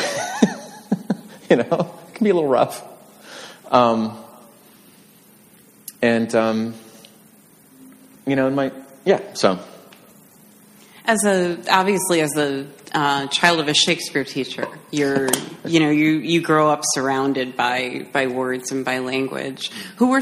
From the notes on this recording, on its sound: This conversation was originally recorded live at the American Writers Museum.